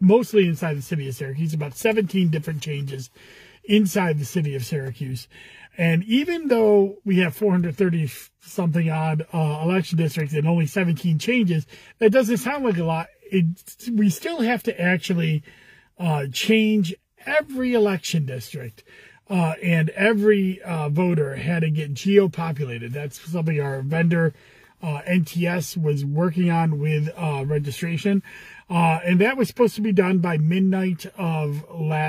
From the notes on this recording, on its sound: Commissioner in a Car